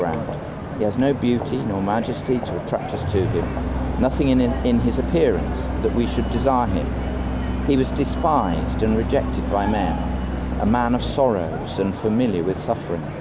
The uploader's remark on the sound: London, England. On the streets of London.